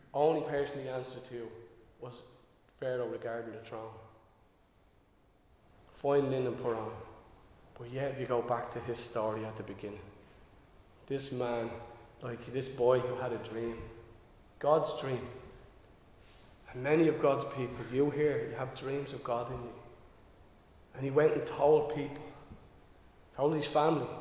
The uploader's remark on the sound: Recorded live in Liberty Church on 28 August 2022